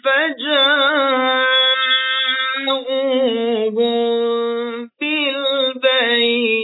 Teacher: اینجا میم به به که میرسه، اخفای میم در به هست دیگه